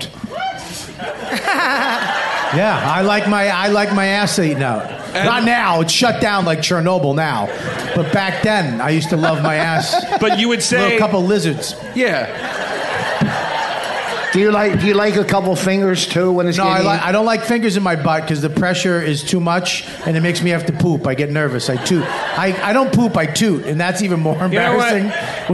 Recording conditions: busy venue